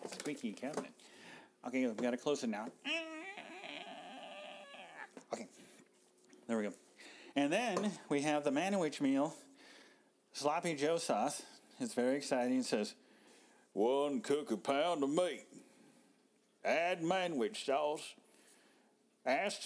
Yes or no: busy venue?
no